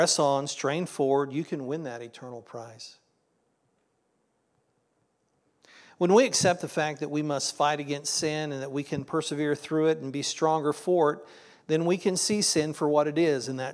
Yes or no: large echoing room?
yes